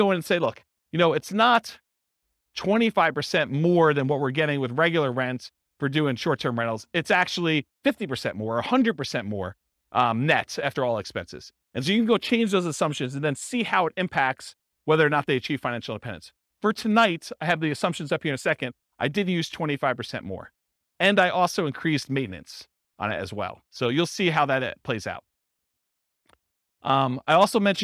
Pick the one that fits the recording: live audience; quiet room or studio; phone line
live audience